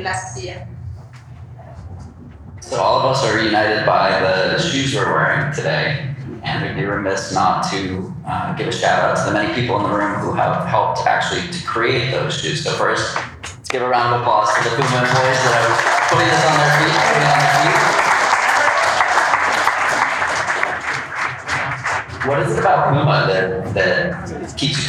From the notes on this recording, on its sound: Live at the Boston Marathon. This episode is a live recording of the Puma Professional Athlete Panel recorded ahead of the 2023 Boston Marathon.